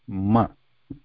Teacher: Ma, the lips stop the air before opening